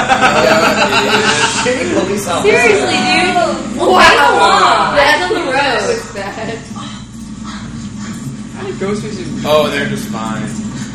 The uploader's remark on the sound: finale viewing party, with some hardcore SCREAM fans and some SCREAM virgins